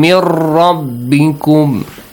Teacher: Rabbikum starts with ra. Nun sakin plus ra. Idgham. Merge them.